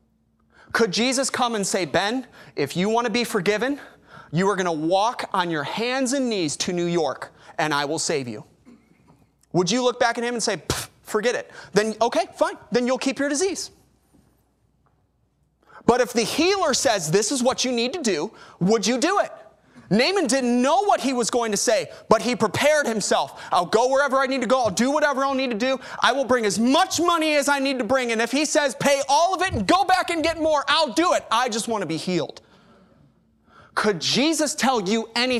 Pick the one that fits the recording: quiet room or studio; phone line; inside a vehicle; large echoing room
large echoing room